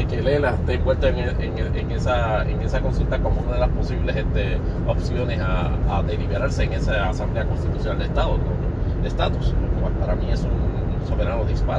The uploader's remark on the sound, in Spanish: grabado desde la aplicación Anchor para Android